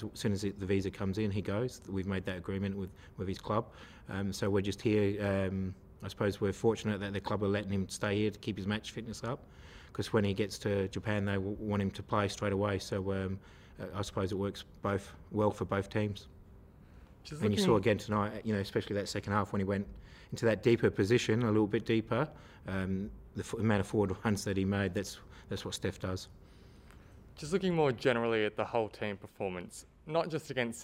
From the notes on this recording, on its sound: Post-Match Press Conference. At AAMI Park on Tuesday night.